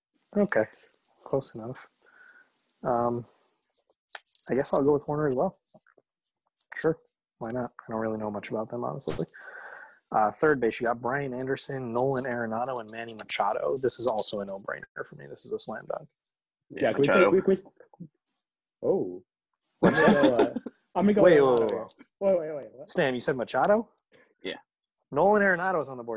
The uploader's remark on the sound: We apologize for the background noise and will clean in up going forward.